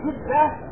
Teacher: وجدة تنطق بضم الجيم وهذا هو الفصيح، اما قول جدة فخطأ وجدة خطأ، وانما جدة بالضم.